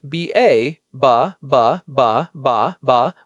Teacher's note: with the first and third syllables stressed is very English